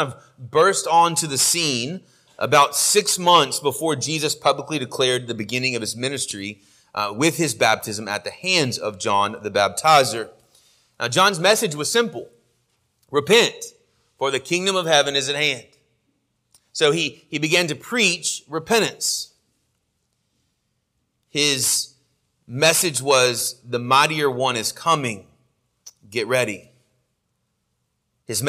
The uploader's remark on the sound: Sermon audio from our morning worship service